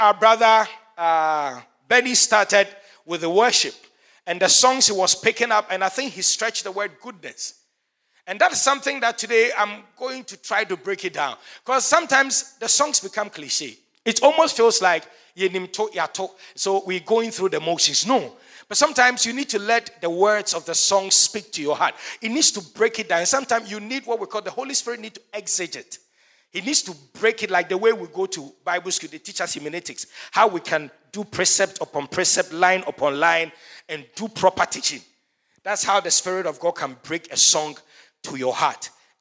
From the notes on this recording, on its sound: Sermon preached at CBC Shiashie Campus